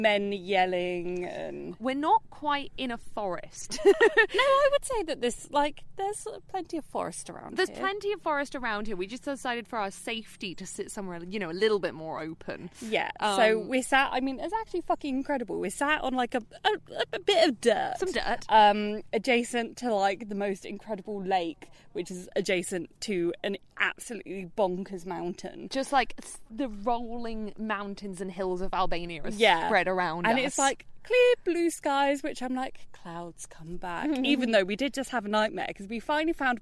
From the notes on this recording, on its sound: We would go to Albania and record an episode in a forest. Apologies that the audio quality during the bit we recorded in an Albanian forest isn't great, it does get better in the main episode.